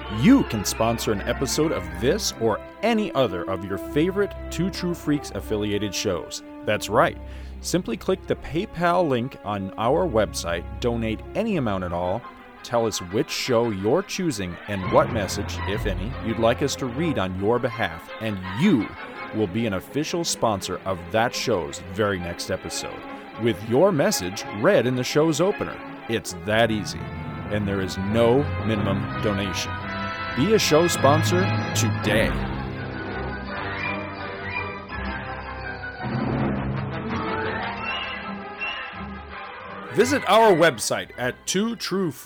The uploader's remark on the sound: Reporting LIVE from Disney's Hollywood Studios at the Walt Disney World Resort